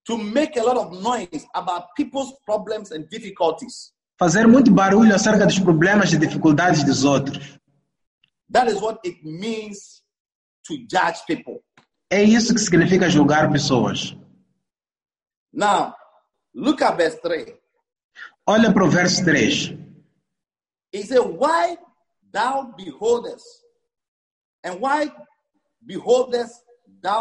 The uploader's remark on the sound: ZOOM CAMPUS SERVICE